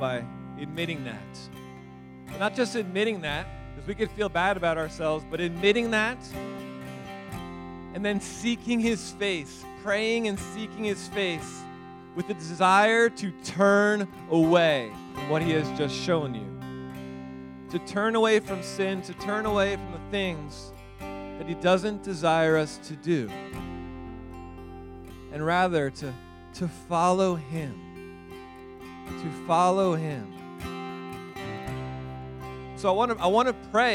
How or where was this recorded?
large echoing room